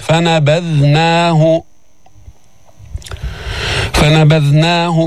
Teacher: ذال من طرف اللسان مع أطراف الثنايا العليا بدون تشديد